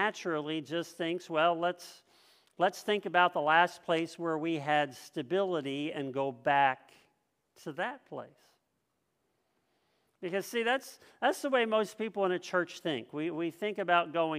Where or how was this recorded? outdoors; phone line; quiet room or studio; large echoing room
large echoing room